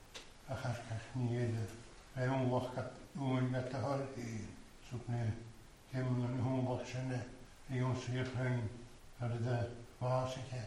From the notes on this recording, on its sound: Recorded at North Harris Free Church on the evening of Sunday 14 November 2021.